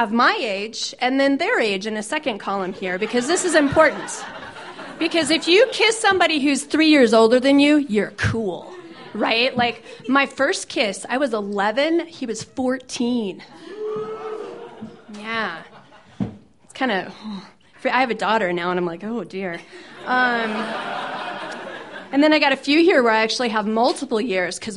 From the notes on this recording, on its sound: These stories were recorded at The Deer Pile on January 16th, 2013